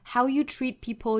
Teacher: treat 尾部的 T 的音略掉